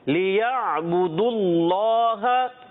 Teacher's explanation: عین حلق کے درمیان والے حصے سے